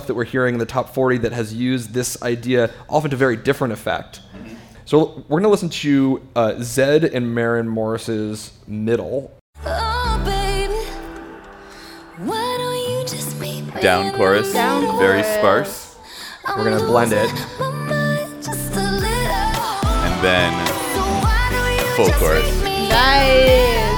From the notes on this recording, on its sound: Live from SXSW.